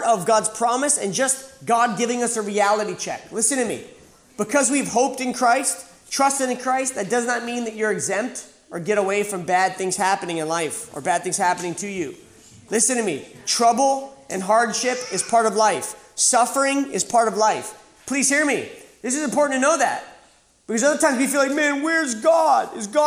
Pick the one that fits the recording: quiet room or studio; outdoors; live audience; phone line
live audience